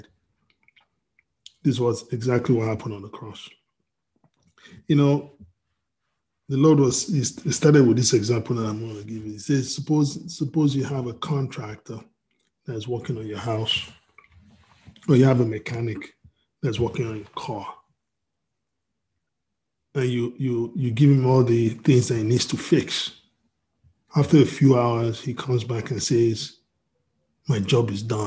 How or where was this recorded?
video call